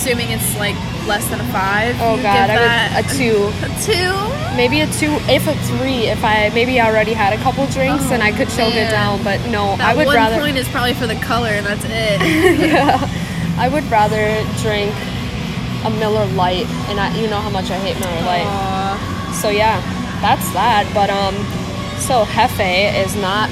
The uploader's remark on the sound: First on site taste testing of in house brewed beers at Devours, Boynton Beach, FL.